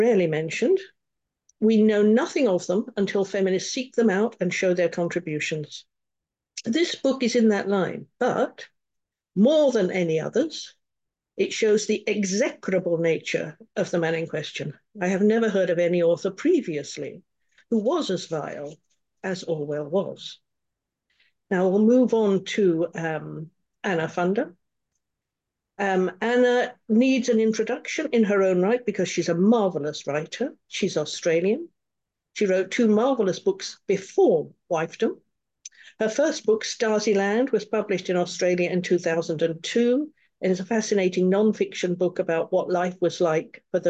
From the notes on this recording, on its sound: A live webinar on Sunday 14th Jan at 10am UK time.